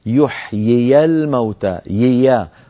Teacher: انتقال من ياء مكسورة إلى ياء مفتوحة